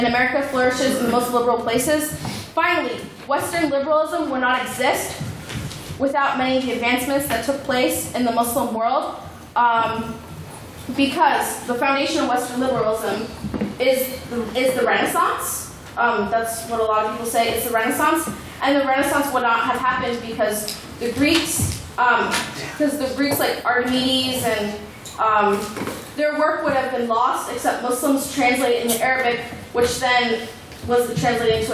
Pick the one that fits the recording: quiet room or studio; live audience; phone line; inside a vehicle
live audience